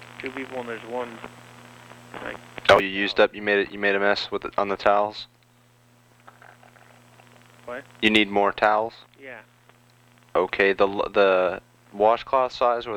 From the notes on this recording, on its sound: Prank Phone Calls